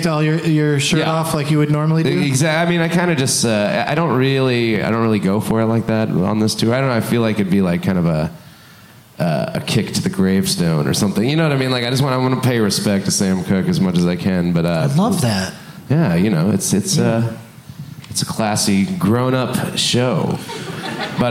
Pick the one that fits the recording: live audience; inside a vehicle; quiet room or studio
live audience